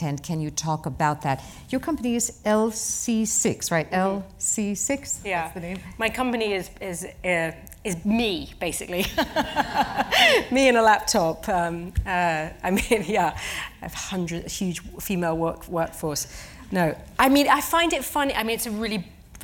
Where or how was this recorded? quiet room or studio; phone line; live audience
live audience